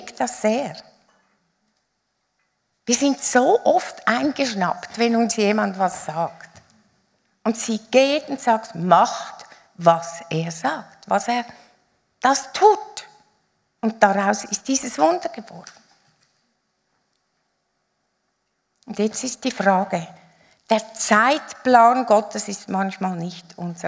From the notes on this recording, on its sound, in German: Live aus Winterthur der Dienstagsgottesdienst.